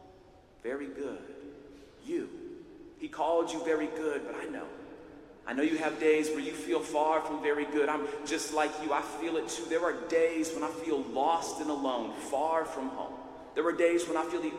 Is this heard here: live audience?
yes